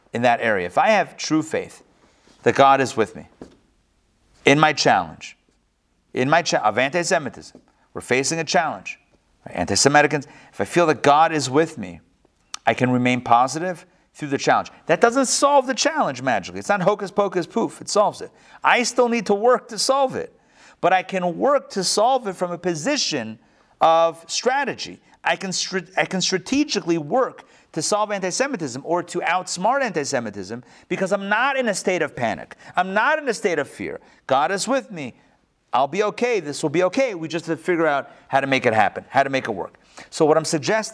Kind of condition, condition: setting, live audience